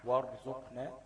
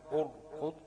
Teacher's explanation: الراء الساكنة لو جت بعد همزة وصل تبقى مفخمة على طول